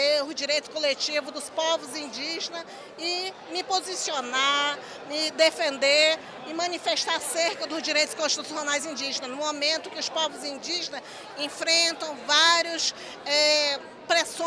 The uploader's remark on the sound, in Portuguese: Gravação da entrevista: ESPM-SP, durante o Congresso da Abraji.